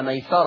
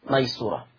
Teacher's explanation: حفص قرأ ميسرة بفتح السين، أما ورش عن نافع قرأ بضم السين ميسورة